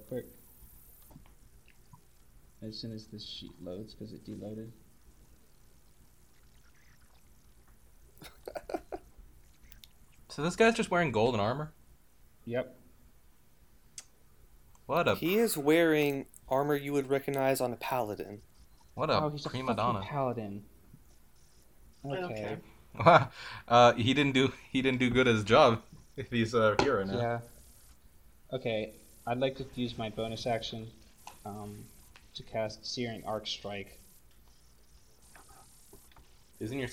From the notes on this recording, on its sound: Some more unfortunate audio issues this episode